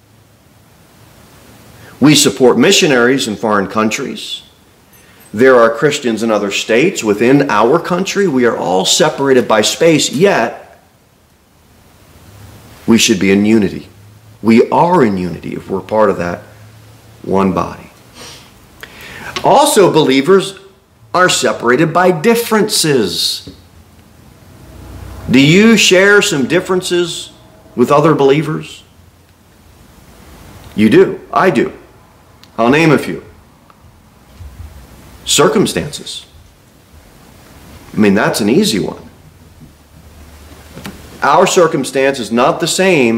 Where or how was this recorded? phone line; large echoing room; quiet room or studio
large echoing room